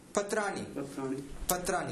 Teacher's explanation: एकस्मिन् पदे पूर्वं रेफः अनन्तरं दन्त्यनकारः. तर्हि रेफस्य प्रभावेन दन्त्यनकारस्य स्थाने मूर्धन्य अणकारः भवति इति नियमः अस्ति